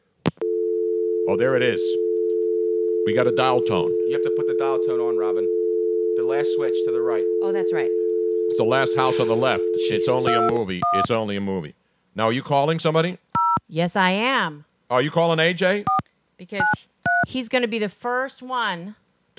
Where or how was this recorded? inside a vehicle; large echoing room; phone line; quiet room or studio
phone line